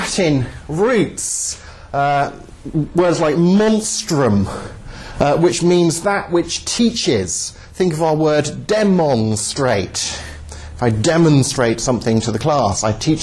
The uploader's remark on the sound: Talk at Southampton University, 08/02/11.